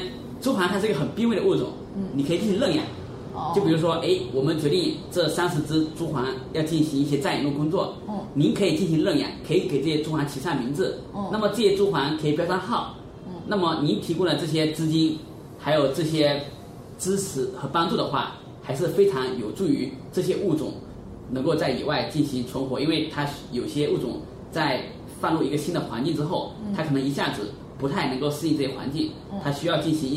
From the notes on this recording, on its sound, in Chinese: 本期节目为在张大妈办公区用录音笔录制，可能有街道上的杂音，请见谅。